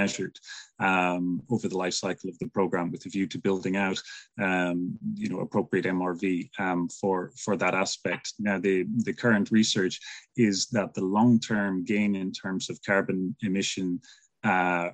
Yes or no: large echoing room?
no